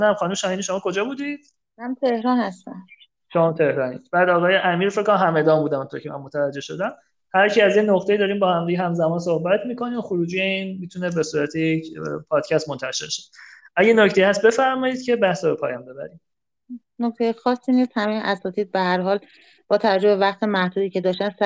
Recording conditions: video call